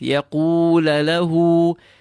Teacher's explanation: Feel the ha of له exiting from the lowest part in your throat